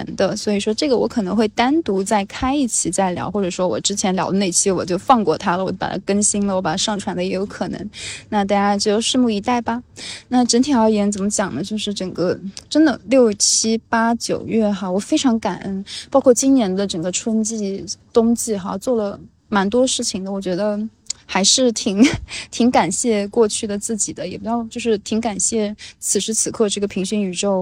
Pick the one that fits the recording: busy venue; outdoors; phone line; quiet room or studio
outdoors